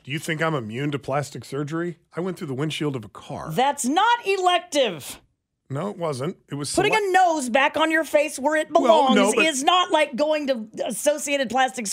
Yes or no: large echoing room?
no